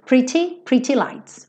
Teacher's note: esse rararã no T e no D é uma característica bem típica do inglês americano